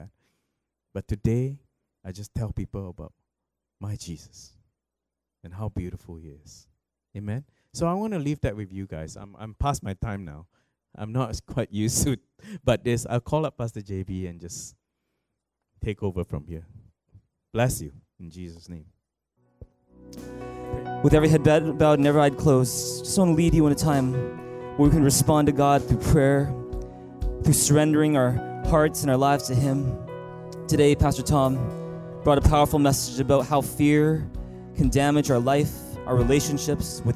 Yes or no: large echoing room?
yes